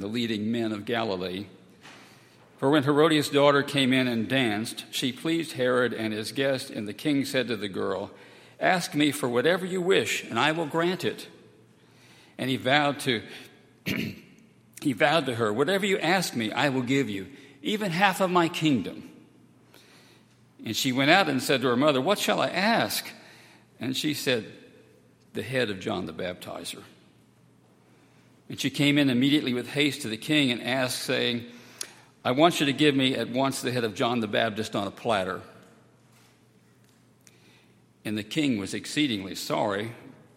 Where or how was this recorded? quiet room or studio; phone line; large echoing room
large echoing room